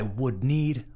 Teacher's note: ojo que la L no se pronuncia